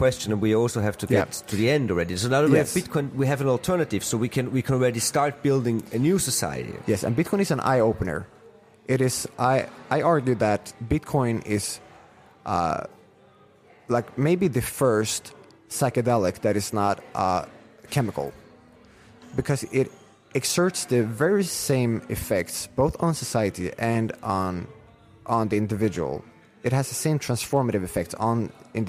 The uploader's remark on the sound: We sat down in Prague in between sessions and socials at BTC Prague